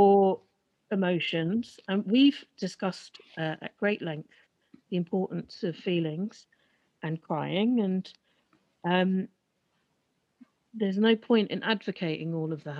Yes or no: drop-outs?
yes